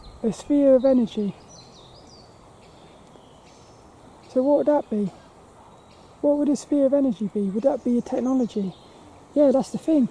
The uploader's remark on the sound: Hope you enjoy this lil walk and talk around Plymbridge Woods.